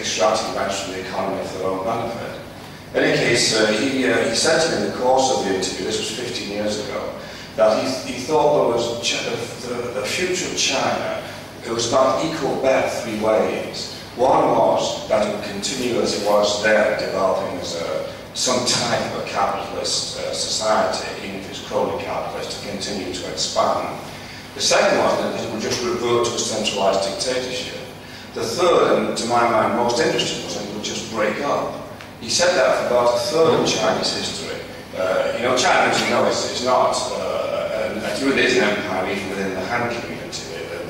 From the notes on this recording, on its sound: This panel discussion is from the 2011 meeting of the Property and Freedom Society. Discussion, Q&A (PFS 2011).